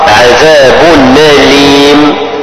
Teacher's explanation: ورش ينقل حركة الهمزة إلى النون الساكنة ويحركها بحركتها ويسقط الهمزة